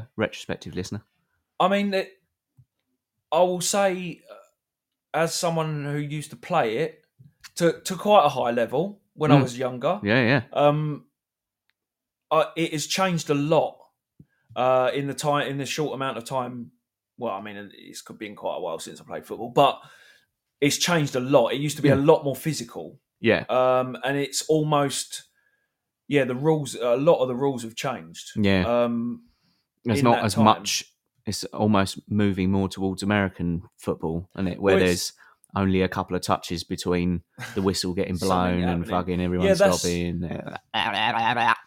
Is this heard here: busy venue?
no